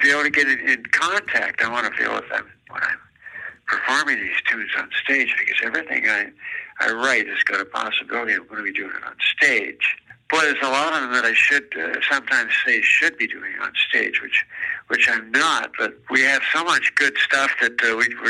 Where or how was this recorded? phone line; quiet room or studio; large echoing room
phone line